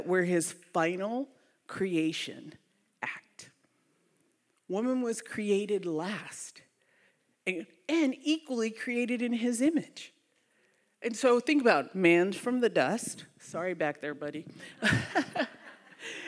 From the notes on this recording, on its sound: We are sharing content from the Breaking New Ground live event from October 2022. This episode was from a breakout session.